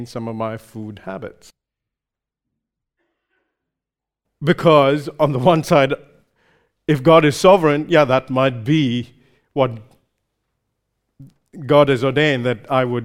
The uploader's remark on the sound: recorded live at Grace Community Bible Church